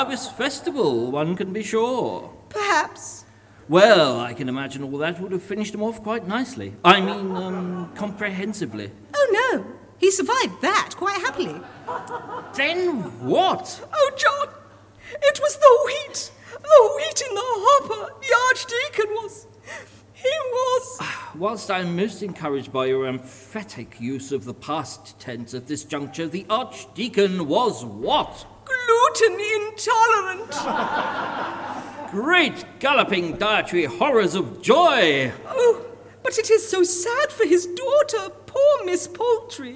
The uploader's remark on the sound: Recorded live before an audience at Colchester Arts Centre on 20th December 2023.